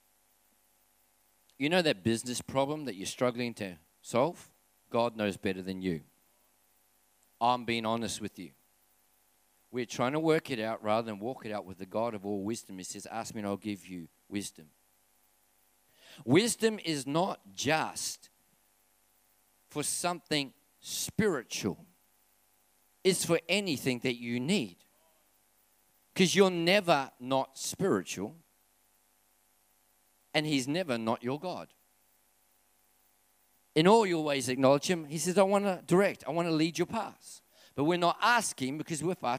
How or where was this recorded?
large echoing room